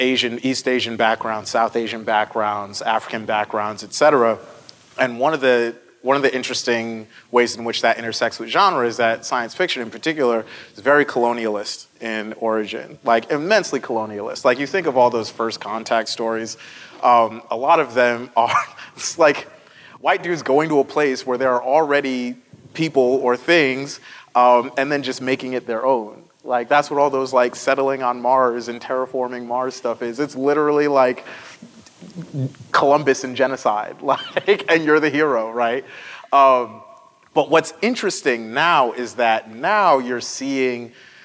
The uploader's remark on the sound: at the National Book Festival